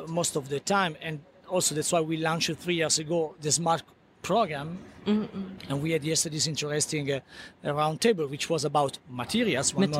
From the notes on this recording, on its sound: Inside Premiere Vision, a global textile event. On location at Premiere Vision 2016 in New York.